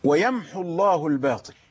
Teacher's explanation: ونحن نحذف الواو عند الوصل لالتقاء الساكنين